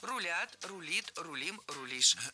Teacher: Не рулят, а рулят. Переносим ударение за корень и получаем правильный вариант.